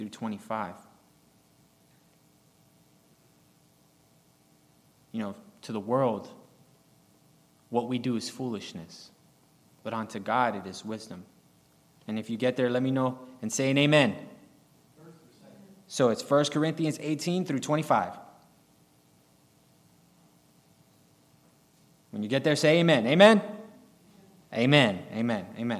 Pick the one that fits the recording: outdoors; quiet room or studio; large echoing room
large echoing room